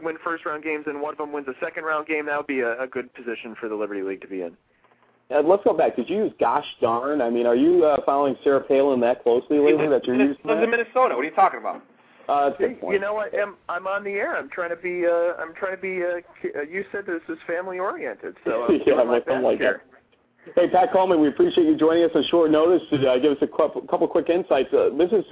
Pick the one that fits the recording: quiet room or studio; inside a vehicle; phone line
phone line